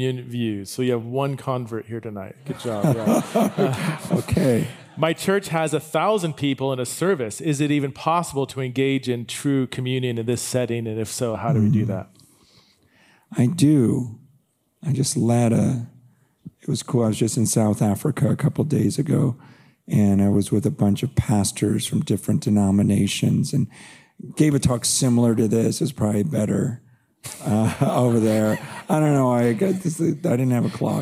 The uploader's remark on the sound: This podcast episode is a recording of that talk, along with the couch conversation I had with him and the audience Q & A. “Exiles in Babylon” 2023 conference.